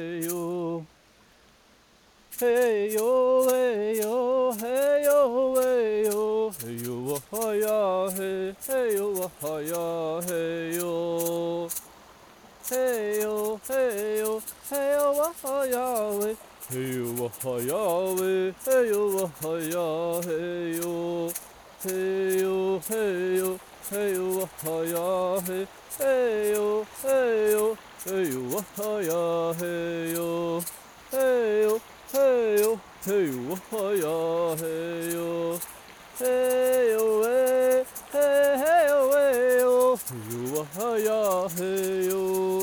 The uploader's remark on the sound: With binaural microphones of a water prayer that was made by a clean river in Madeira. The show contains singing and spoken word without scripts.